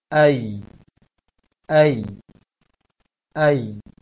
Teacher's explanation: Ketika setelah selesai mengucapkan A, naikkan tengah lisannya ke langit.